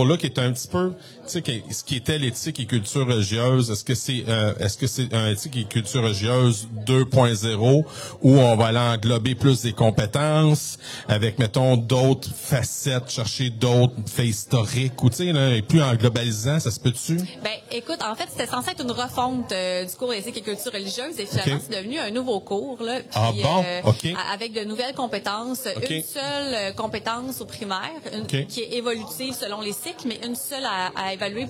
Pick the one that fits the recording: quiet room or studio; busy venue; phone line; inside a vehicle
busy venue